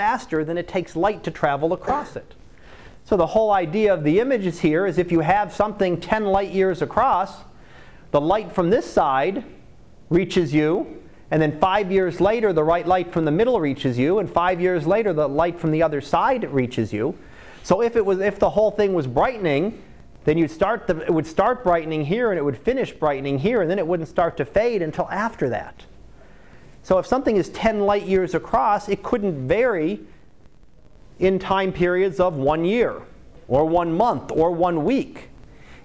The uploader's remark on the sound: Live Class Lecture